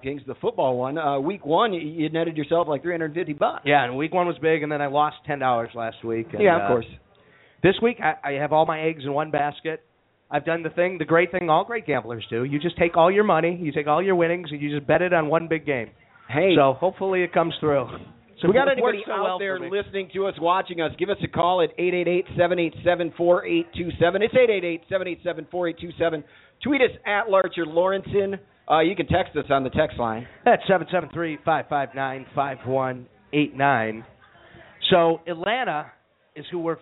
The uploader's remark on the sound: We are back for our 100th episode live from Trader Todd's in Lakeview! Live at Trader Todd's.